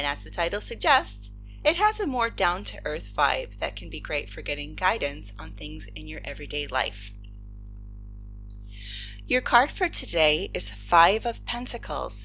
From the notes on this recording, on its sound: There is a bit of an electronic hum throughout this episode. I applied noise reduction but it's still there.